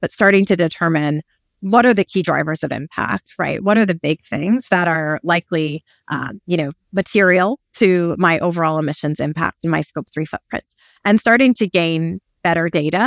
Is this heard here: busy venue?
no